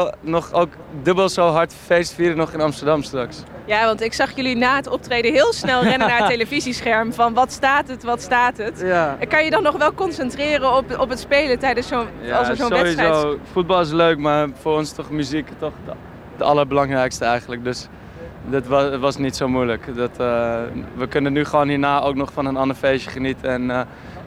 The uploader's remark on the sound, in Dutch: Haarlem105 deed op 5 mei de hele dag live verslag van Bevrijdingspop 2019. Na hun optreden op Bpop19.